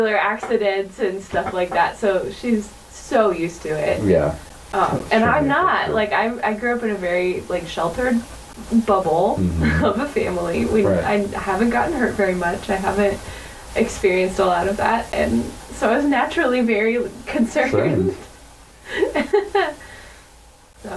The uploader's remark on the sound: sound issues